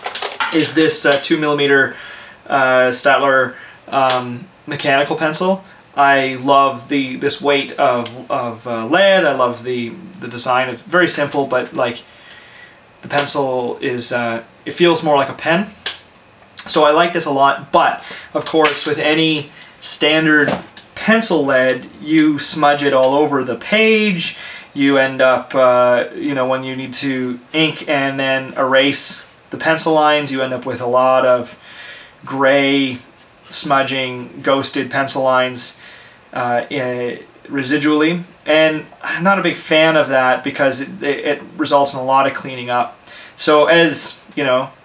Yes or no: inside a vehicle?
no